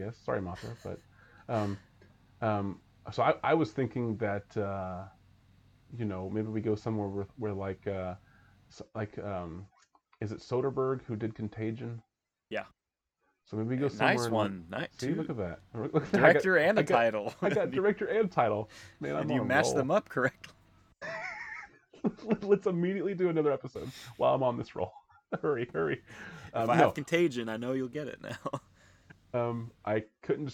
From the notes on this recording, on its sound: Enjoy the charm of the lower audio quality while it lasts!